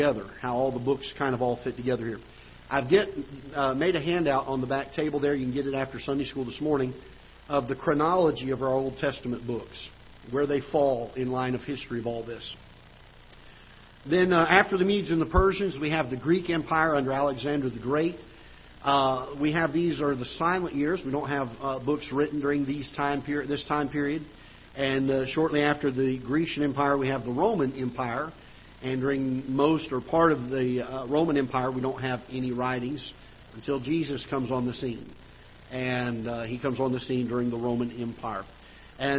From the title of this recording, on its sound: Ketha Heights Baptist Church ~ Live Broadcast